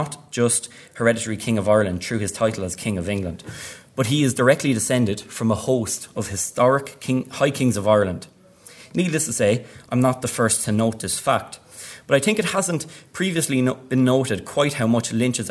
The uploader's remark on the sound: at the 2022 Tudor and Stuart Ireland Conference